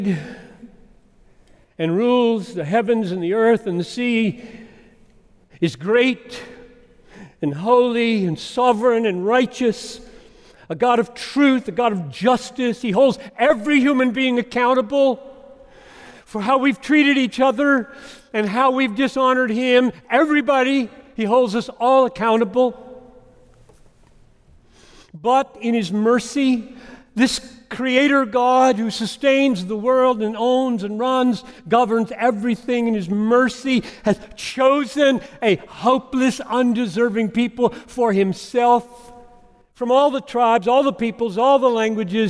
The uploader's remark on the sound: preached this message at Bethlehem College & Seminary in Minneapolis